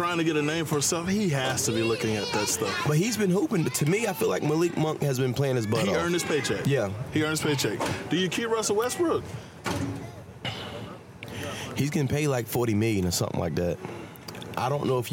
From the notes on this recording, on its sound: in this episode we outside at The Premier Sports Academy watching the kids play on this beautiful day